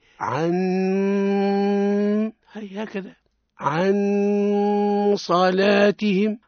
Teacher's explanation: حينما نتدرج إلى حرف الصاد تكون الغنة يعني في مستوى حرف التفخيم مستوى حرف الصاد